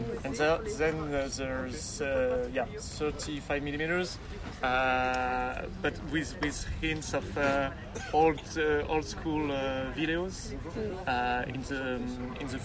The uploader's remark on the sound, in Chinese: 这份音频采访是在今年五月戛纳电影节现场录制完成的